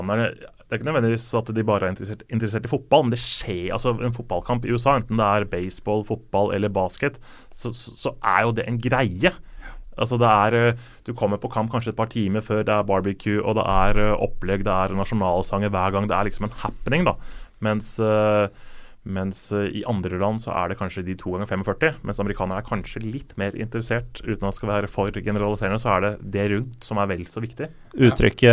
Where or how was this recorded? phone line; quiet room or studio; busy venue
quiet room or studio